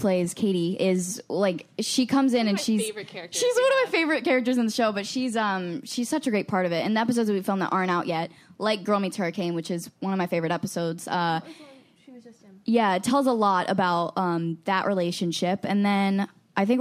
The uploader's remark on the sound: Recorded at ATX Television Fest in June 2015.